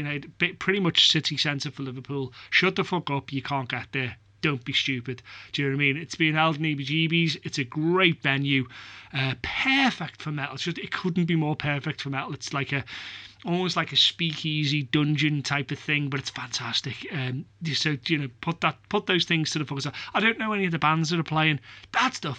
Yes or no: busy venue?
no